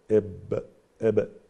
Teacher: الباء من انطباق الشفتين إب إب، إذن هذا مخرج محقق